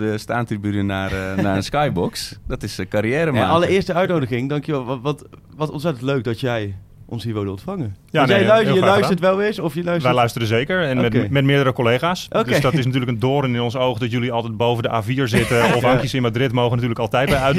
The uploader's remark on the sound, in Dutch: de vijftigste Pantelic Podcast wordt opgenomen in de ArenA